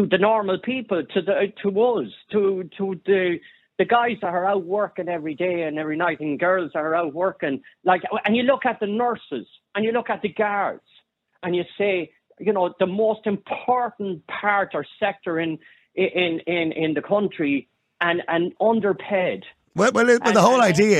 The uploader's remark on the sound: Opens the phone lines. Callers weigh in on the concerns of creating disparities.